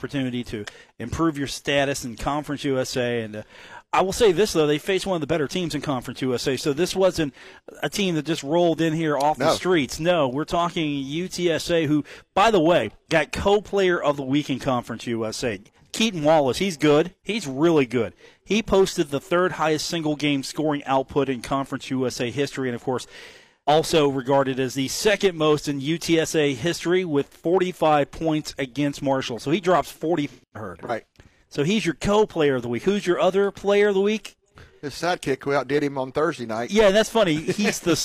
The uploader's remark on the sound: broadcast on the road from The Union Pub and Grill in Huntington